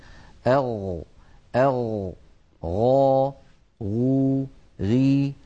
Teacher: الغين تتصف بأنها مجهورة يعني لا يجري معها النفس لذلك ليست من حروف سكت فحسه شخص وهي أيضا حرف رخو · والغين كما مر معنا هو حرف حلقي يخرج من أدنى الحلق يعني من أقرب منطقة من الحلق إلى الشفتين